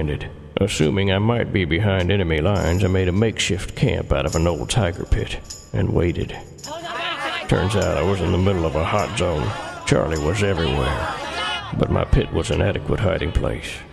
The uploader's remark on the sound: Prank Phone Calls Collection